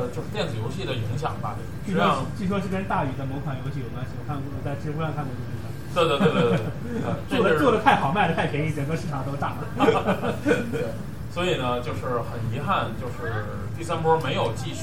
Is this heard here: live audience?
yes